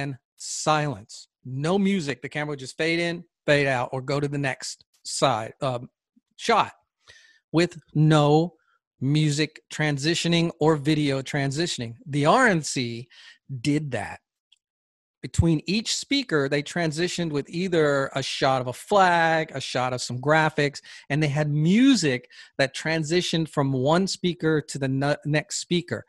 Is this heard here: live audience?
no